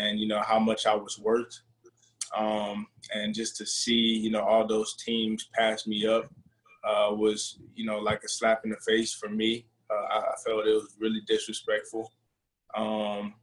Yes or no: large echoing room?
no